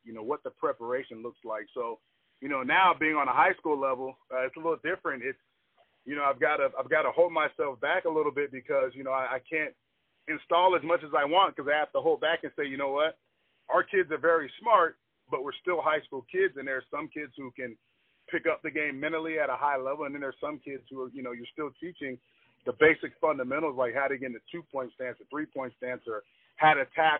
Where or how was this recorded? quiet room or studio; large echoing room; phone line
phone line